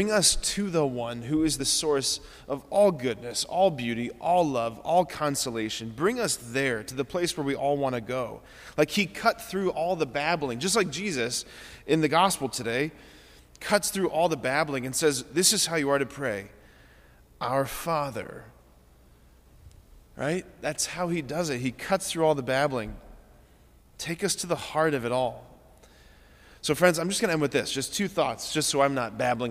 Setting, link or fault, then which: setting, large echoing room